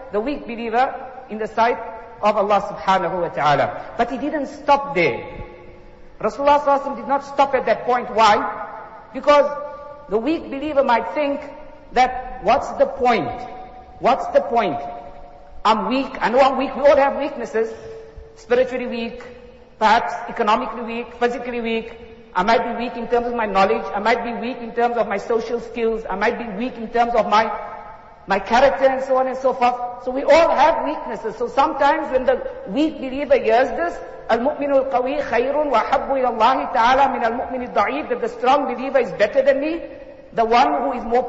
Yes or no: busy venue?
no